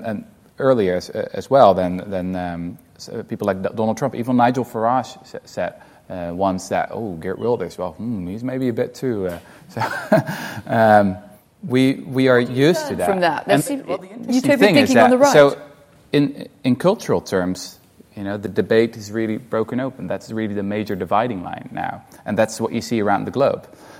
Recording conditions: live audience